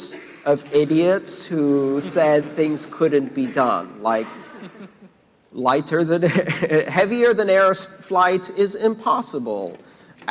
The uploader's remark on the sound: his recent talk + Q&A at the sold out Internet of Money event